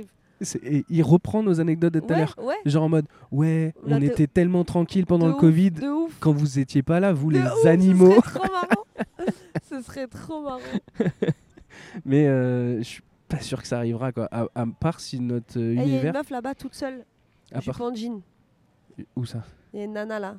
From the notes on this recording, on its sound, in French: À la Tour Eiffel. Le podcast sauvage est un enregistrement dans un lieu public sans demander d'autorisation. Le principe est simple : inviter des passants, des inconnus à participer avec nous.